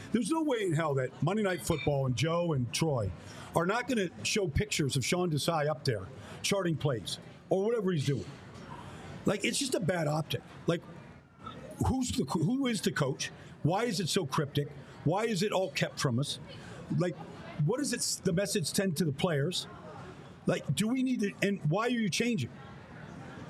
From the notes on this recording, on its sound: We are LIVE from the Reading Terminal Market in Philadelphia